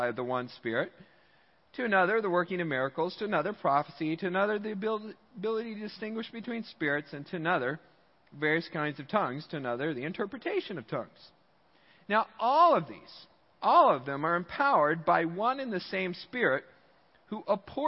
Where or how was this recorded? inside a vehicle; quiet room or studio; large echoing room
large echoing room